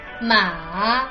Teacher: Il terzo tono è un po' più complicato perché somiglia molto al secondo. Si parte un po' più in basso di come parte il secondo tono, si scende ulteriormente, poi si risale fino a quasi ad arrivare al punto dove arriva il secondo tono.